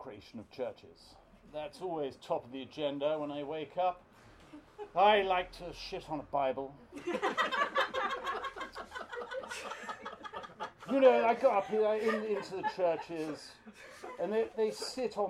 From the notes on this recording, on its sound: Just a little warning that this is a live recording so has some background noise.